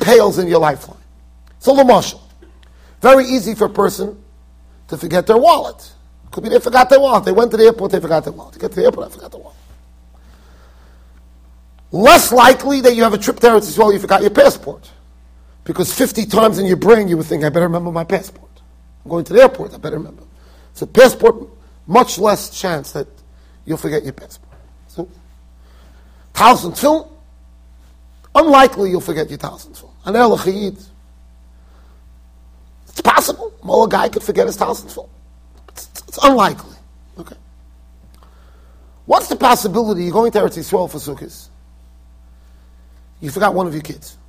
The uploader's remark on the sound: Shiur recorded in Yeshivas Ohr Reuven, Monsey NY.